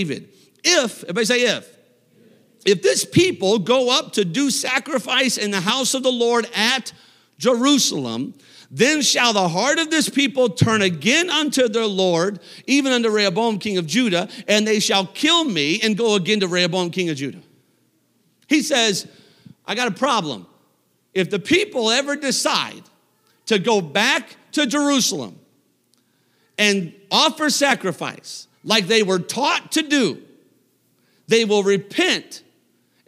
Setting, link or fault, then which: setting, large echoing room